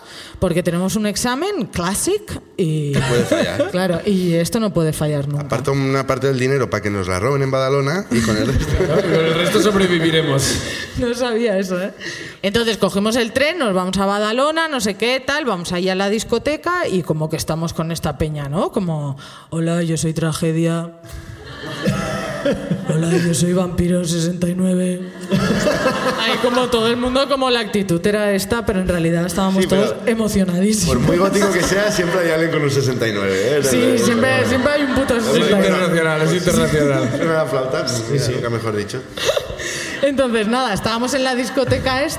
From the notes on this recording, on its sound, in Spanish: El público de Barcelona comparte sus ruinas.